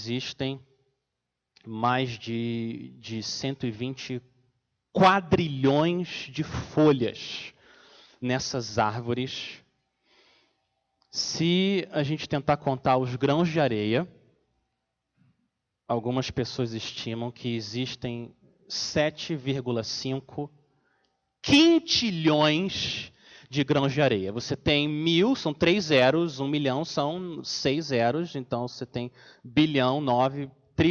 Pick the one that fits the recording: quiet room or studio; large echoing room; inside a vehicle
large echoing room